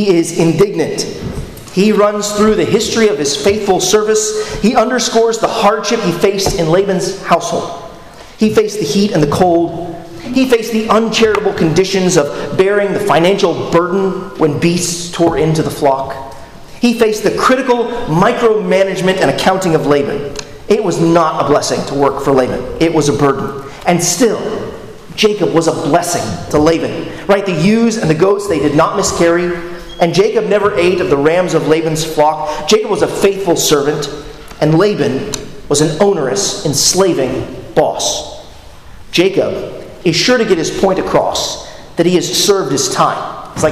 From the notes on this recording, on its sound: at Arlington Baptist Church in Arlington, Virginia